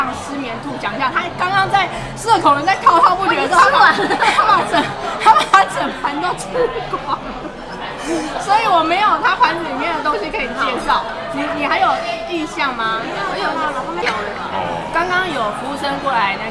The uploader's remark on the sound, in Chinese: 現場有一點吵還請見諒喔!